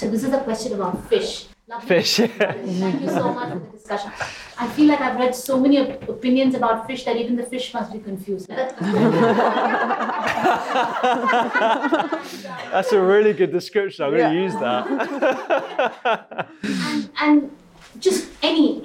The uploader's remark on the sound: Today’s episode is a live recording from my first supperclub of my book tour. It was recorded in front of a live audience in London.